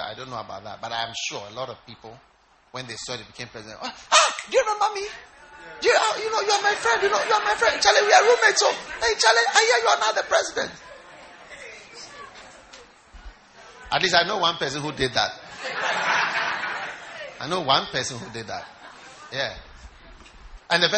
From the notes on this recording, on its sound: Preached at the First Love Church, Koforidua Polytechnic.